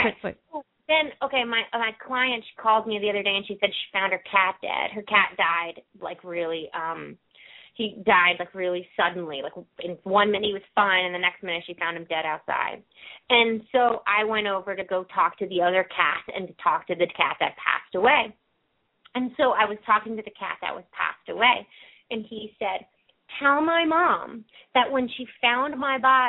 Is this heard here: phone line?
yes